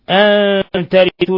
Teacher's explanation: نون ساكنة جاء بعدها التاء، إخفاء حقيقي